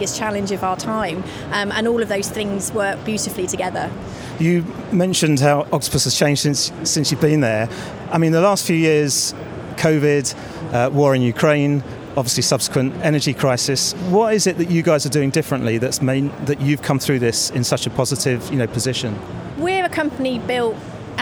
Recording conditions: busy venue